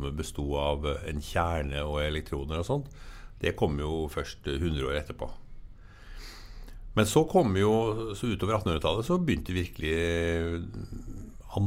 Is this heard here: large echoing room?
no